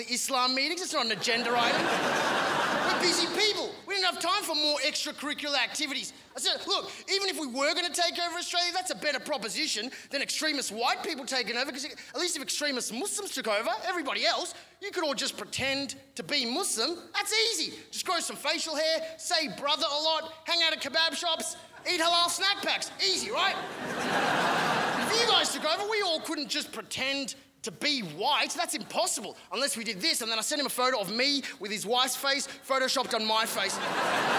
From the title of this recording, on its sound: 2016 Melbourne International Comedy Festival Gala